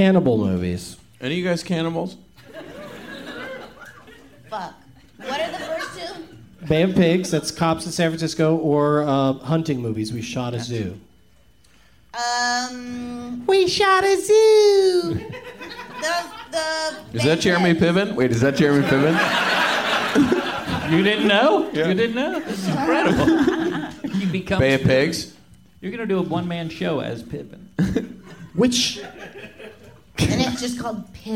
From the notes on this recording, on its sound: Live from Cinefamily